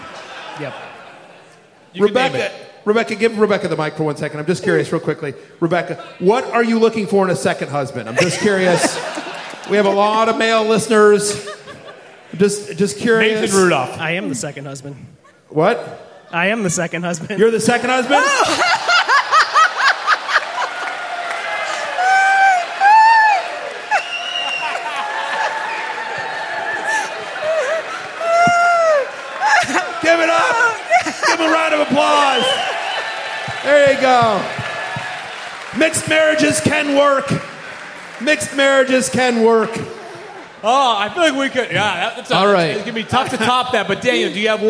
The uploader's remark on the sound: Live from Rams Head Live in Baltimore, MD.